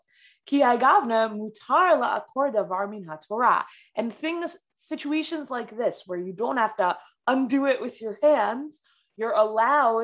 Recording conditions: video call